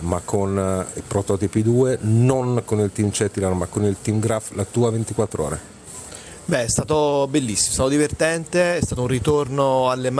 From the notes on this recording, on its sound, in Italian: In diretta da Watkins Glen.